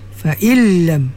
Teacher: Fa illam numati bertemu dengan lam idgham bila gunnah kamil. Fa illam nun tu tak bunyilah ya? Masuk pada lam tu.